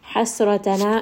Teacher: حسرتنا ح from the middle of the throat. سين has سفير. It has a little bit of that whistle. را is going to be heavy.